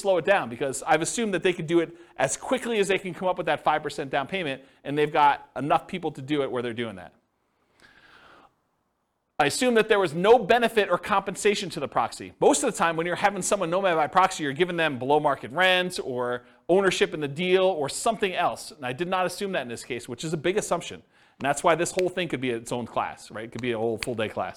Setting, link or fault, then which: setting, live audience